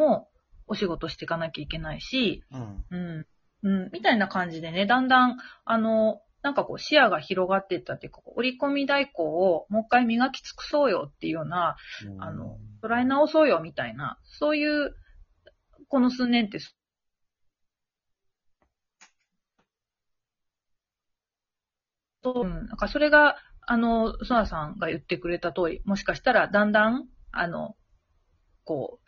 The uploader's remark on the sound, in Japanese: リモート収録なので本人の姿は見ていないけれど。6分49秒から数秒間、通信エラーによる無音があります。リモート収録機能により、各々の自宅からトークに参加できます。